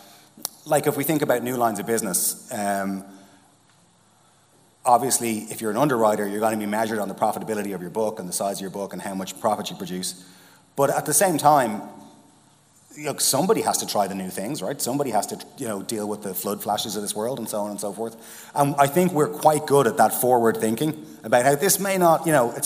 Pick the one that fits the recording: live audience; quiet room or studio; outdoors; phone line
live audience